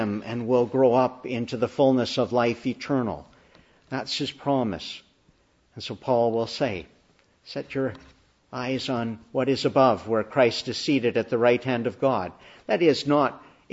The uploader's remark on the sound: Morning Service. Preached in the Annunciation of the Blessed Virgin Mary, Ottawa on Easter Day.